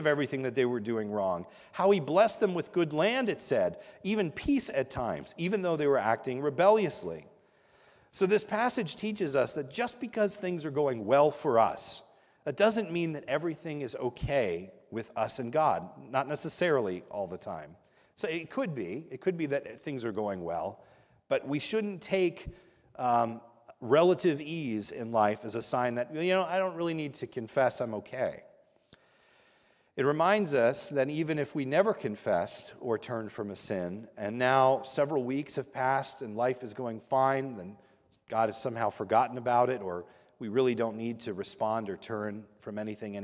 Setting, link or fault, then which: setting, large echoing room